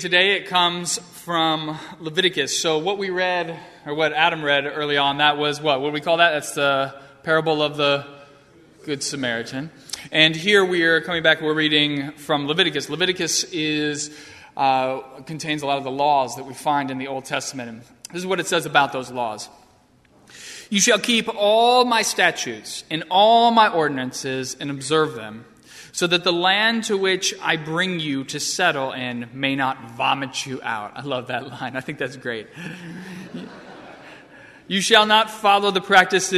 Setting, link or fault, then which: setting, large echoing room